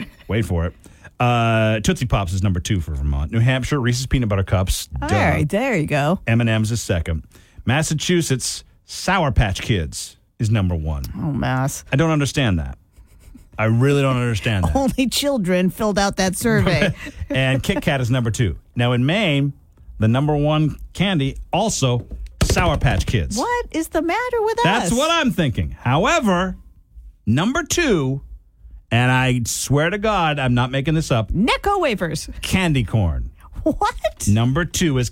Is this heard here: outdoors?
no